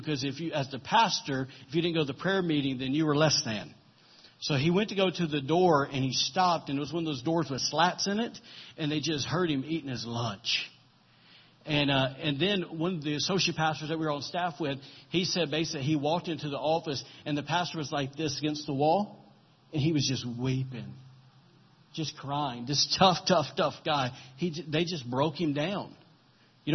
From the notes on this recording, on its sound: recorded during Sunday morning service at Celebration Life Family Church on Sunday, June 4, 2017.